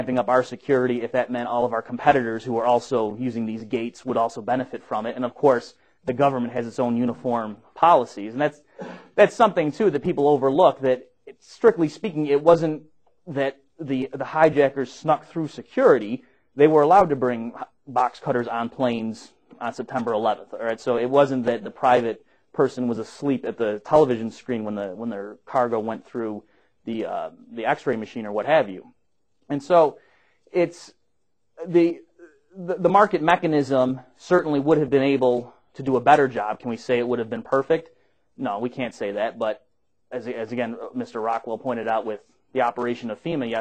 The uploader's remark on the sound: Recorded at the Mises Institute